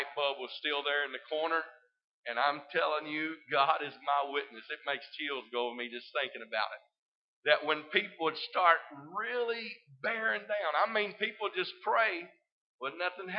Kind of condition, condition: setting, large echoing room